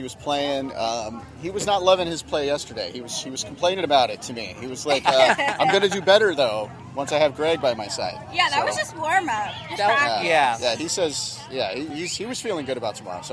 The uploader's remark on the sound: Shamrock Open Live Day 2. Live episode of the Third Shot Podcast with various special guests.